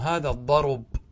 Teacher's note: تنقل الضمة التي على الباء إلى الراء · Term: الوقف بالنقل